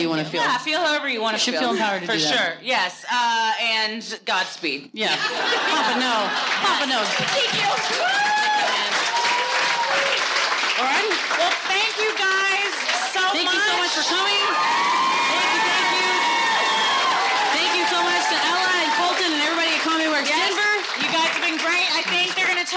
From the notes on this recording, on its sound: Recorded Live at Comedy Works, Denver.